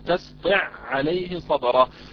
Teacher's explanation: أدغمت العين الأولى في العين الثانية عند قول الله عز وجل تستطع عليه صبرا، فعين أدغمت في عين مثلها، هذا يسمى أيضا إدغام مثلين أو متماثلين.